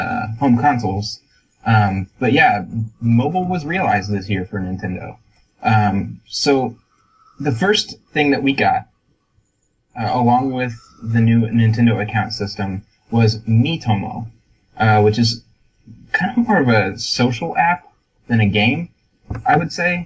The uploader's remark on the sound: We also had a hiccup with the recording this week, so apologies if the recording quality is a bit lower than usual.